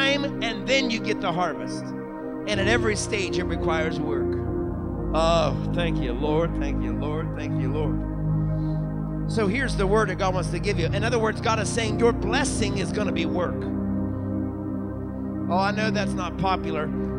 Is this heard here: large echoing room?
yes